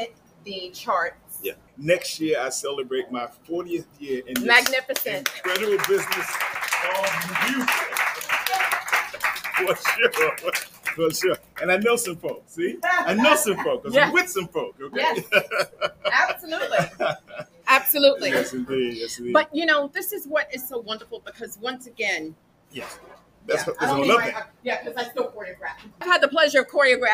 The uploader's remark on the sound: LIVESTREAMED ON LOCATION AT BOUJIE BOUTIQUE, JERSEY CITY, NJ.